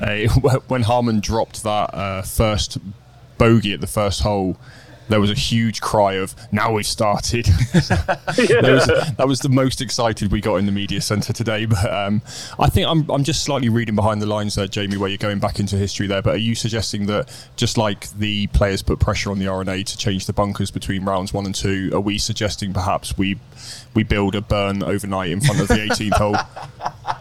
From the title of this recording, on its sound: LIVE from Royal Liverpool